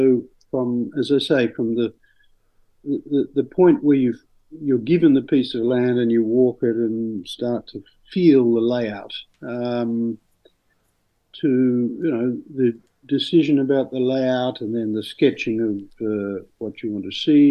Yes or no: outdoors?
no